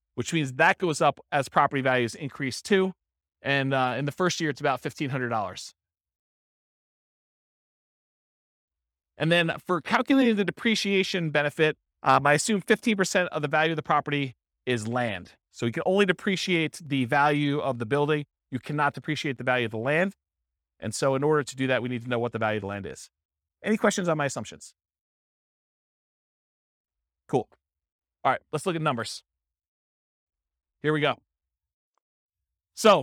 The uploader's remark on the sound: This was a live class recorded